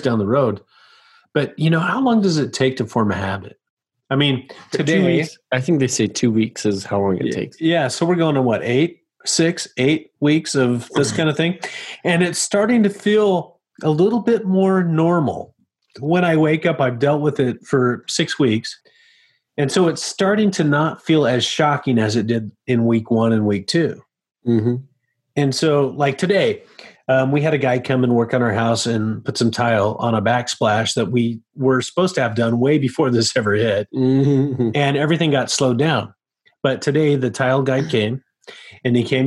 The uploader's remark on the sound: Join us as we explore this phenomena while recording remotely.